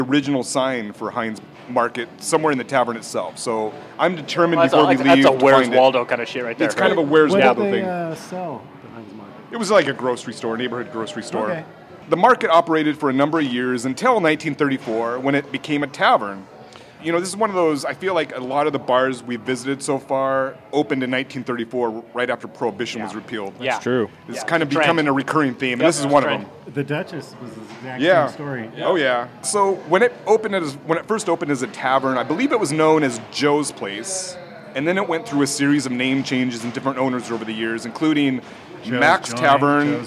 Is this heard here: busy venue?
yes